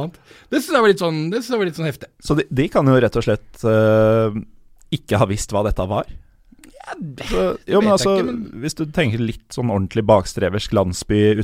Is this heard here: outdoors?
no